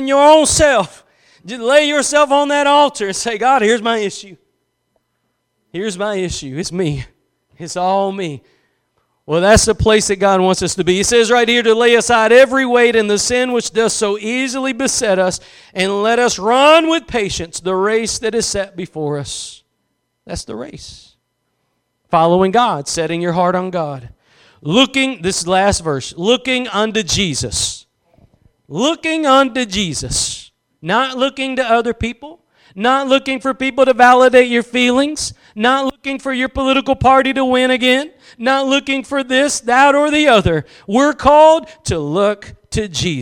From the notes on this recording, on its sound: Preached at Gospel Lighthouse in Bossier City, La.